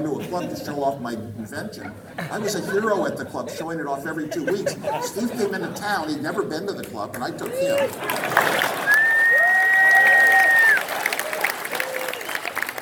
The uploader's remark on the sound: LIVE at Crypto Invest Summit 2018 (part 1)